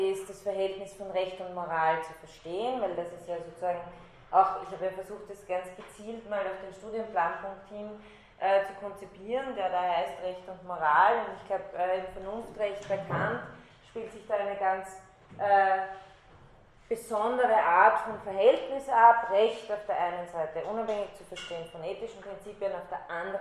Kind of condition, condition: setting, large echoing room